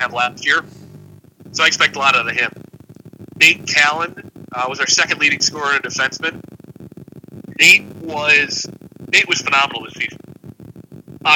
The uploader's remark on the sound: Apologies for the audio quality!